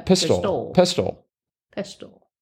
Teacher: It looks like the accent is on the first syllable, and it's a long O.